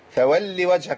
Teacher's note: فولي وجهك ما خليش فيها جزء من ياء. اه فولي وجهك على طول.